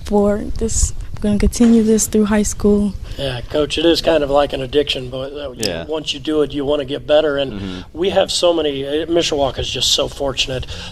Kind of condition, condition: setting, busy venue